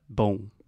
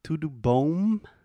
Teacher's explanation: A última letra é M, né? Isso. Mas sua boca fica aberta. · Shown in: first take